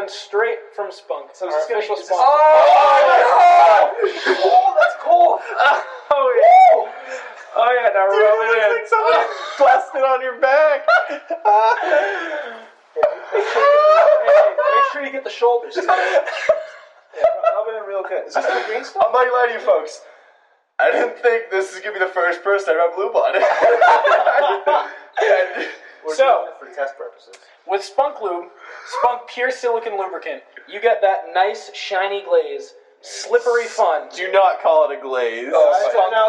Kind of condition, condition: fault, poor sound quality